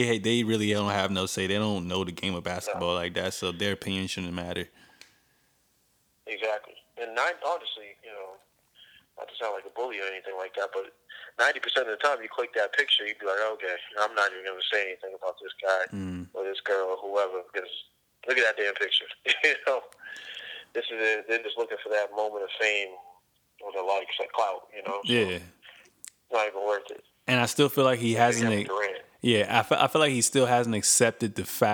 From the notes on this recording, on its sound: live call